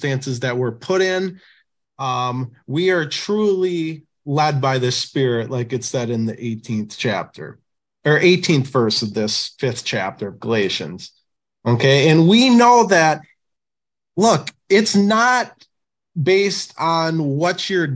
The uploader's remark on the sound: Oceanside Zoom Class